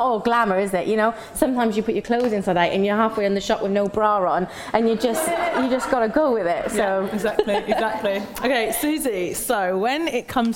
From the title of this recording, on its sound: Live at Treatwell